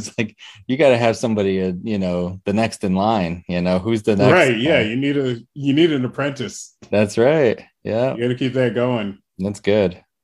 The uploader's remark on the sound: Recorded Live on Zoom.